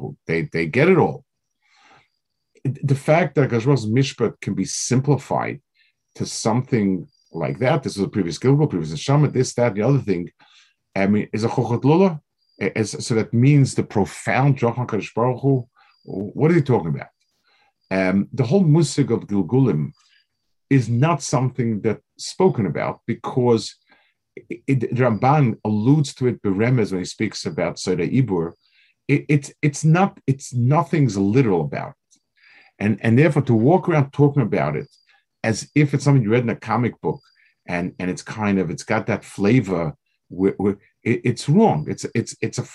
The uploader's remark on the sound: This shiur take place over Zoom on Motzei Shabbos.